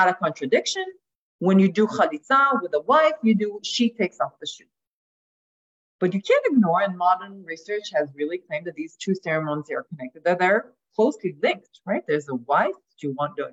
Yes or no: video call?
yes